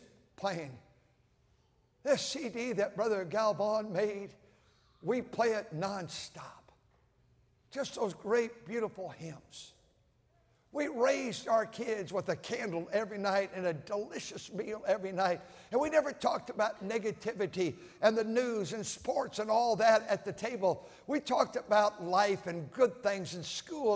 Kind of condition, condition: setting, large echoing room